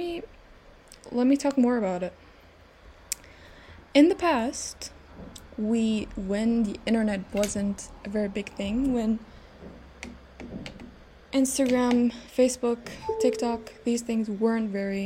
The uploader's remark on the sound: Please ignore the background noises.